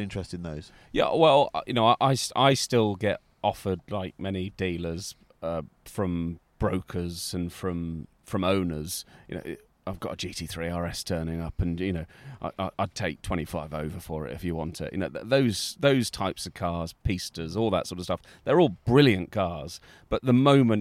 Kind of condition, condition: setting, outdoors